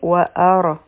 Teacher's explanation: را به غټه وایو ځکه چې په دې سکون دی د دې نه مخکې په حمزه باندې فتحه ده